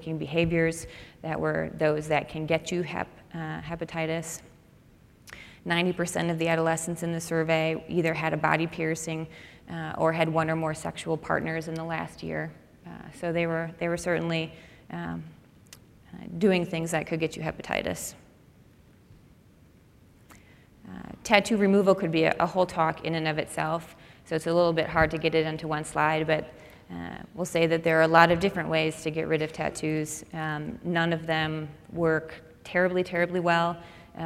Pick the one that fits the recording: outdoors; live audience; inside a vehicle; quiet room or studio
live audience